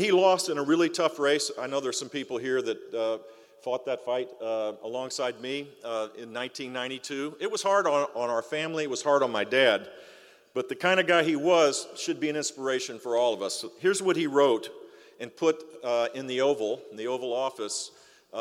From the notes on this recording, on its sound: Recorded live at the Greater Fort Lauderdale Alliance, Mid-Year Meeting. Seminole Hard Rock Hotel & Casino, Hollywood, FL.